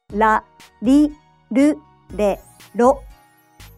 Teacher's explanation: You should lightly tap the roof of your mouth with the tongue, but don't roll it. It's closer to an L in English.